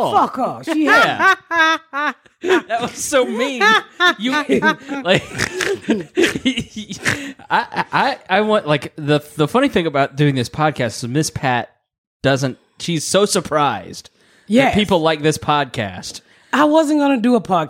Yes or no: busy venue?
no